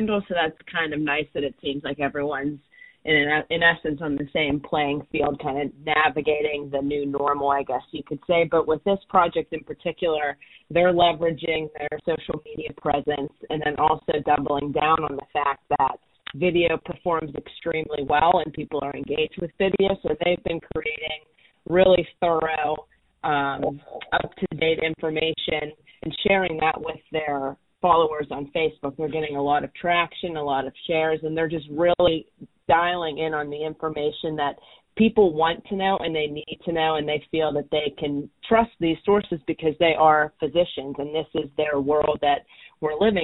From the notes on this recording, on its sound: a quick phone interview